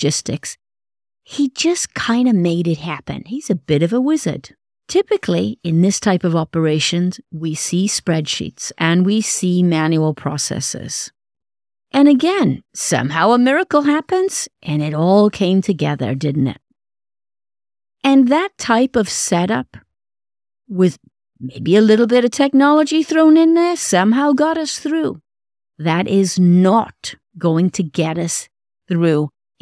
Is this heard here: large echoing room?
no